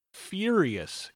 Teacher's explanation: you can almost imagine there's a small Y after the F